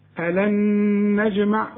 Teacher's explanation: النون بدون تشكيل بتخش في النون اللي بعدها إدغام